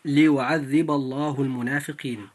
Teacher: فلام لفظ الجلالة في ليعذب الله لام مفخمة لمجيئها بعد الباء المفتوحة في كلمة ليعذب. فإذا جاءت اللام في لفظ الجلالة بعد مفتوح، أي بعد حرف مفتوح دائما، فيجب أن تفخم هذه اللام فتنطق هكذا: ليعذب الله المنافقين.